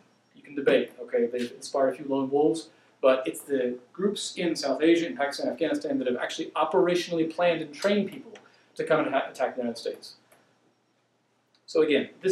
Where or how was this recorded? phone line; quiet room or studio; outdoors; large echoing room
large echoing room